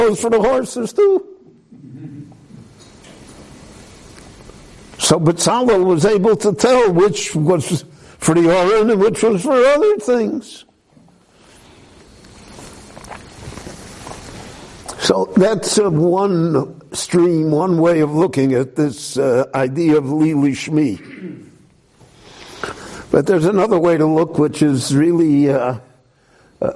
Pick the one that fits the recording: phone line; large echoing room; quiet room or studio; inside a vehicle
large echoing room